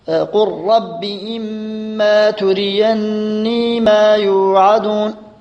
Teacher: اللام لام الفعل إذا كان بعدها حرف الراء هذه مضغمة أيضا